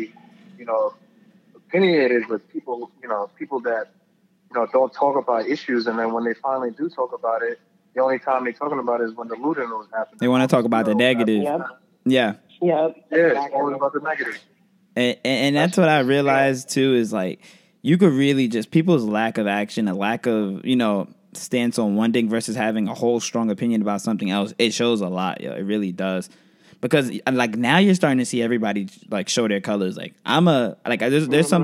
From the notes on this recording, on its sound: on the phone line